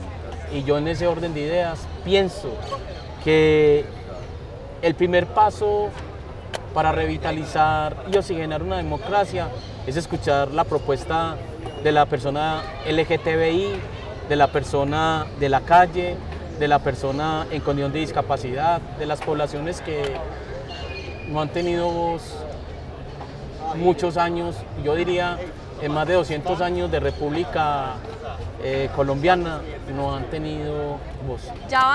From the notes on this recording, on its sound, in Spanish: Desde la Plazuela San Ignacio y en medio de una partida de ajedrez grabamos este tercer episodio